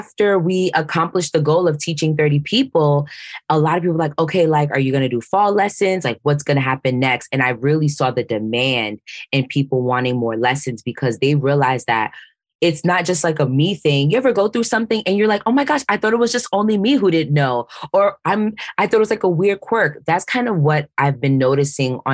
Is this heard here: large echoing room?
no